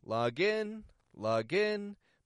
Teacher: I'm still getting a clear ah sound in that word log. Log in, log in, but I'm raising my tone for the in.